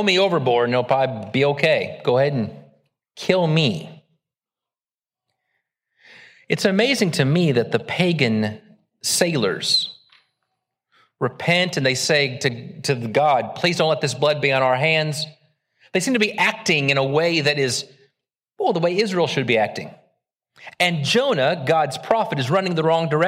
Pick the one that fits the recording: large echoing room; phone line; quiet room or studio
large echoing room